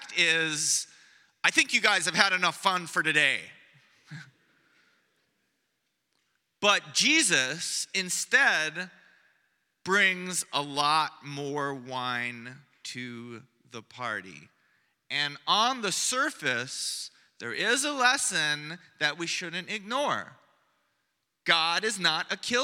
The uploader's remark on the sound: Preached on Sunday morning